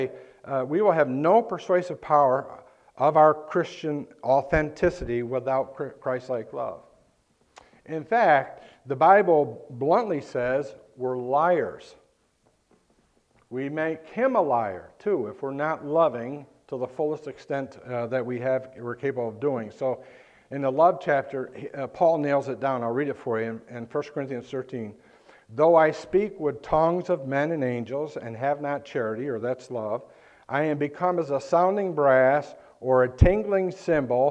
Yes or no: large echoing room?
yes